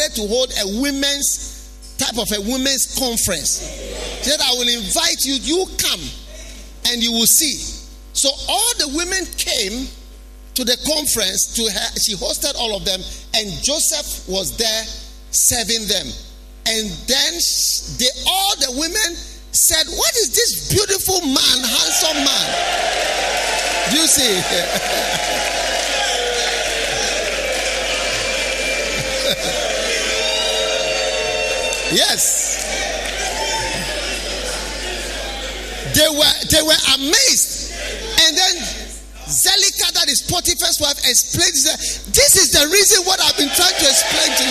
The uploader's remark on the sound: Preached at the Healing Jesus Campaign Pastors' Conference in Gushegu.